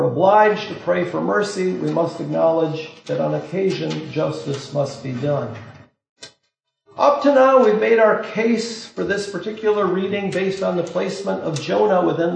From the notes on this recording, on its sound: This lecture was given on March 30th, 2023, at Harvard University.